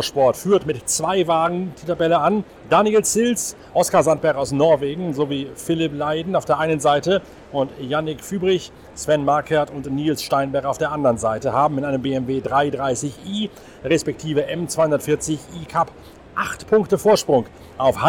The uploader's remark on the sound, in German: Live vom Ring-Boulevard. Der Nürburgring bebt unter dem Sound von den altehrwürdigen V10-Motoren – und er glüht unter der gleißenden Sonne.